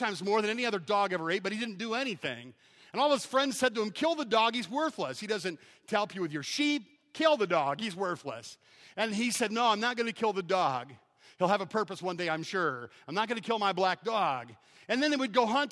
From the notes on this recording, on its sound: Preached on May 18th, at 11:00 AM at Evangel Baptist in Taylor, Michigan.